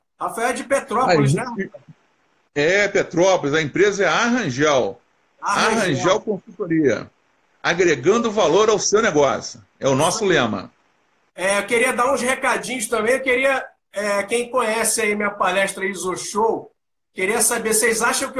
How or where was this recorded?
video call